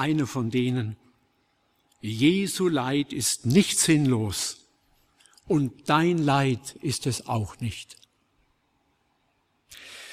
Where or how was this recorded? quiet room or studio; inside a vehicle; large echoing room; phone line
large echoing room